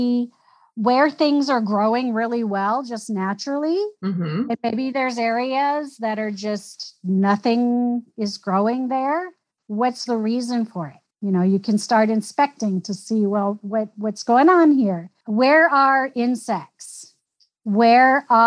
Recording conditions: video call